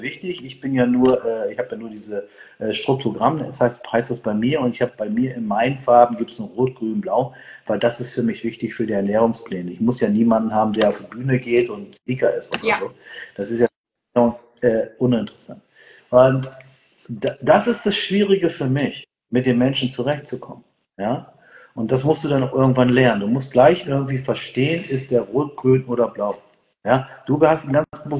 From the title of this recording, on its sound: Instagram Live Talk